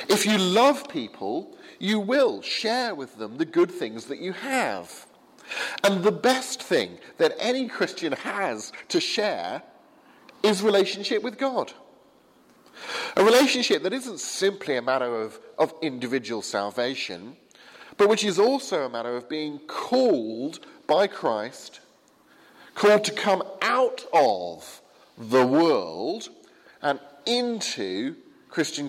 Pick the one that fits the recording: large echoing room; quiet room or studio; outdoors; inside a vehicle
large echoing room